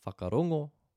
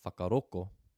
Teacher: don't pronounce the digraph NG. They replace that instead with a K. · Shown in: second take · So instead of whakarongo, they have whakaroko.